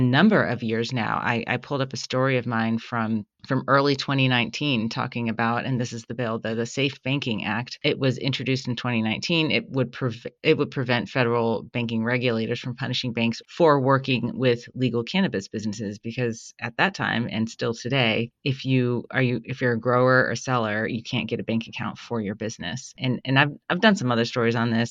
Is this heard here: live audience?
no